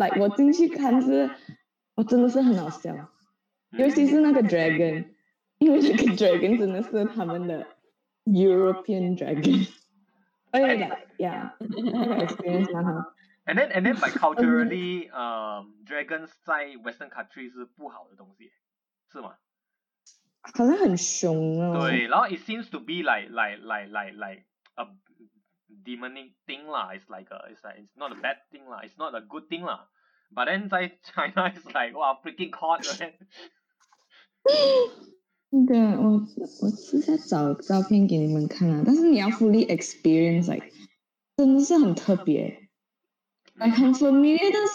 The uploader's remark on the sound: Im so sorry for the poor audio quality, will definitely try our best to ensure a legible, crystal clear recording in the next podcast for better experience. While we are now in different parts of the world.